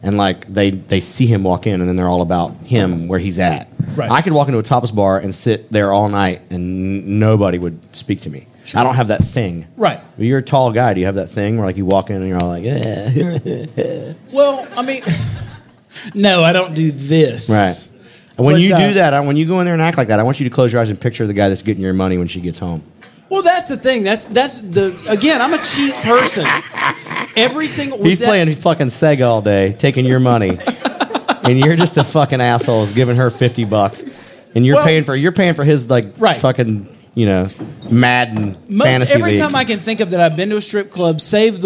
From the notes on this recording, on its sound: Live from Uncle Pearle’s Tavern in front of a real live audience, down in the basement of the Buford Variety Theater, in Buford, Georgia.